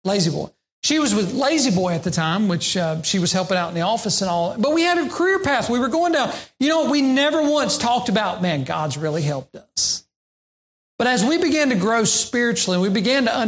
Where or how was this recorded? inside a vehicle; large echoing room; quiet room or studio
large echoing room